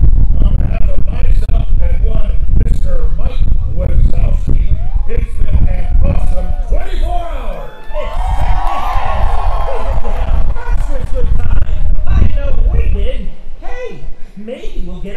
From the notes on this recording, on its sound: Live From Disneyland. This was recorded live throughout the night.